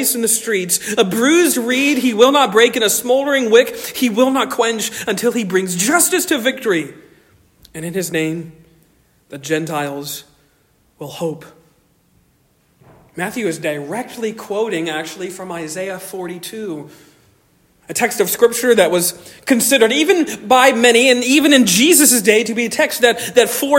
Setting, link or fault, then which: setting, large echoing room